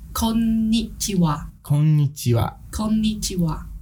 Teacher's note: You have to like lengthen that N.